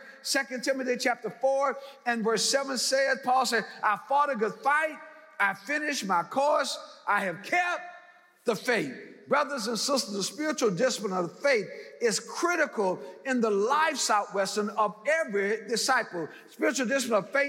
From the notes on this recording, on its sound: in #SWBTSChapel on September 6th, 2022